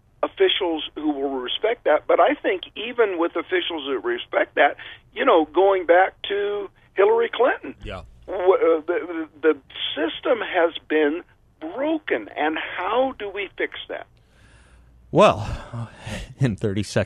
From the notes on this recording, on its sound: by phone